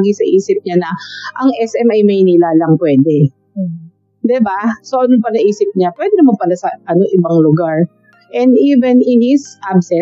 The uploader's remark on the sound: Apologies in advance for some of the background noise. I didn’t notice I used the grounded cable for the mic. No amount of post edit could remove it.